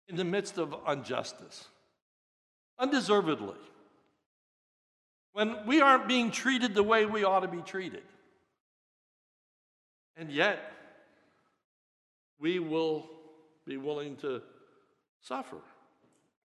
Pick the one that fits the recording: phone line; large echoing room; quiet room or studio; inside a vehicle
large echoing room